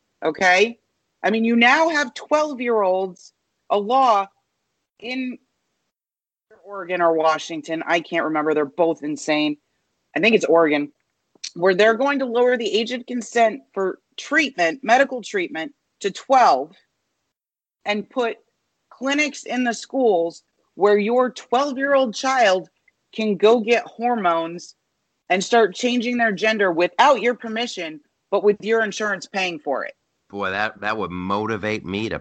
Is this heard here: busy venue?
no